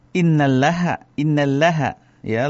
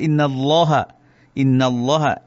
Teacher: Yang betul adalah innallaha. Innallaha, L-nya ini ditebalkan. · Shown in: second take